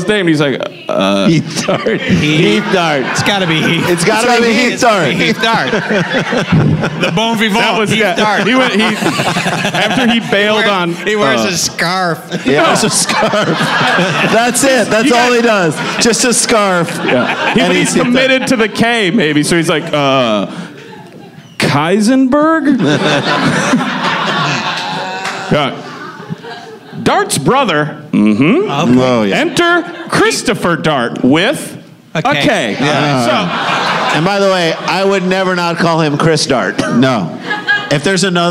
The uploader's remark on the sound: LIVE from Chicago!